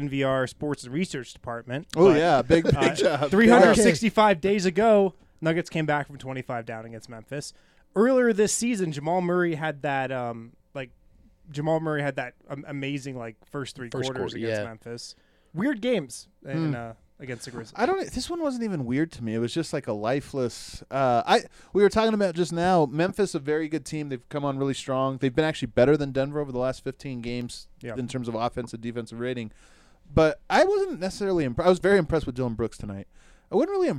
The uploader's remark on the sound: Live from the Loser's Lounge